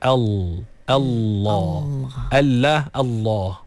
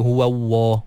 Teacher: Jadi sebenarnya Allah tu lam. Dia lam. Lam yang tebal. · Shown in: first take